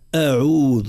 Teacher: ننتبه إلى همزة القطع في كلمة أعوذ حتى لا نقرأ همزة القطع مفخمة